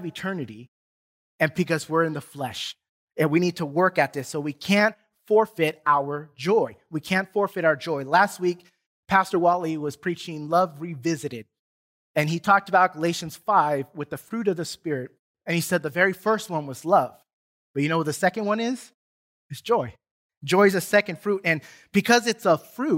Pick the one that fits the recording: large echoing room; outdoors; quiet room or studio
large echoing room